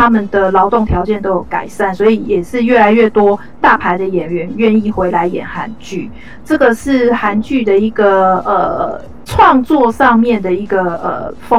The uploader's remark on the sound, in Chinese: 本集錄音音質不佳